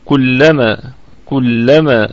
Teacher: الكلمة طبعا كلها مرققة، واللام فيها مدغمة مشددة